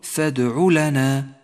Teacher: فادعوا هذه كلمة انتهت بعين مضمومة، فلا تبالغ في الضم لكي لا تتحول إلى واو، فلا تقل فادعوا لنا ربك، فإن ذلك خطأ مشهور لا تقع فيه، قل فادعوا لنا وليس فادعوا لنا.